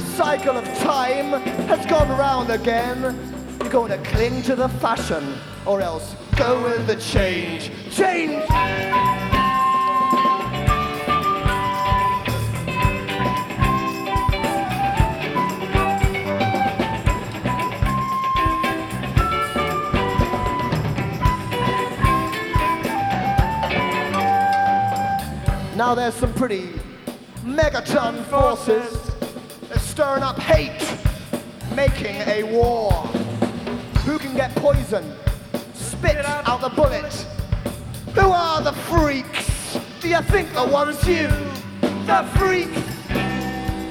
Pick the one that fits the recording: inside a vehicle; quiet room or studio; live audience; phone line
live audience